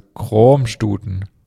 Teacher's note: wird mit einem langen offenen O ausgesprochen